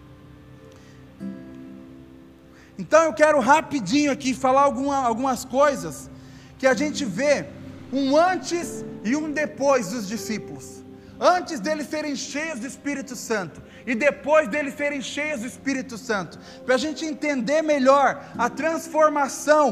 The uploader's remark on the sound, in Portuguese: Áudio do Culto de Domingo